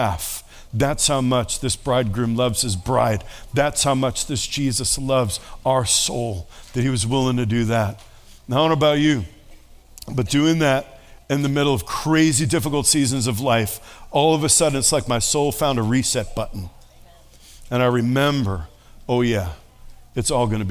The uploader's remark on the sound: Sunday Service. This Sunday’s message was preached to an audience who sat at tables, and there was lots of audience participation from all who gathered.